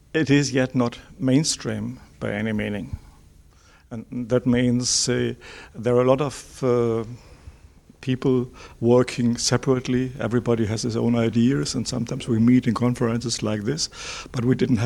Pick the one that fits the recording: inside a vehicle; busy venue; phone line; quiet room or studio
busy venue